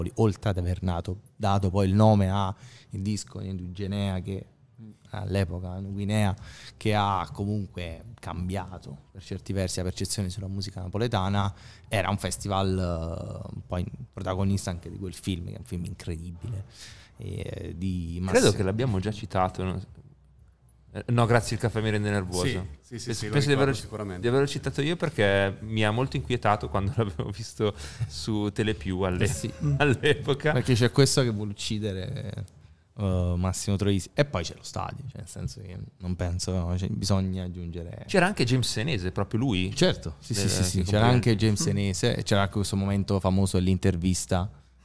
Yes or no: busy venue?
yes